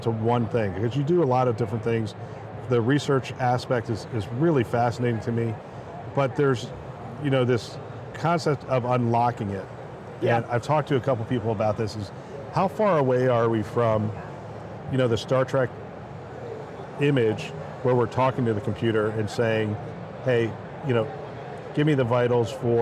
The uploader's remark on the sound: Today on the Conference channel, it’s an Interview in Action live from HIMSS 2023.